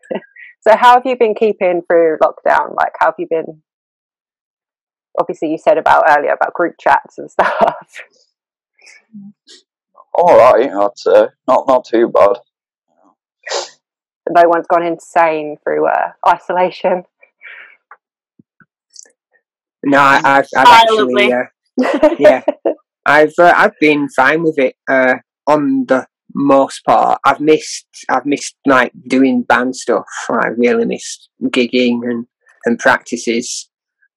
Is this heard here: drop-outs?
yes